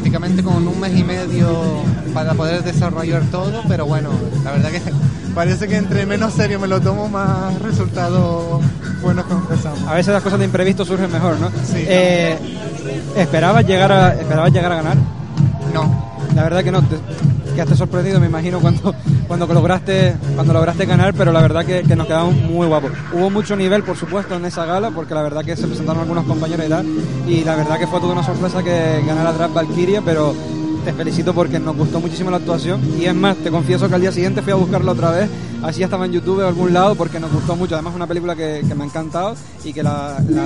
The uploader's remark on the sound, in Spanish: Entrevista realizada durante la pasada edicion del Gran Canaria Pride 2015 donde OFC Radio retransmitio en directo la gala y entrevistamos a diferentes Drags y a Cantantes que acudieron al evento.